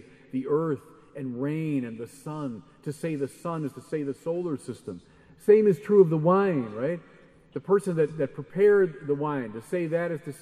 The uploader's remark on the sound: Keynote address at Adoremus. The Adoremus Eucharistic Congress and Pilgrimage in Liverpool.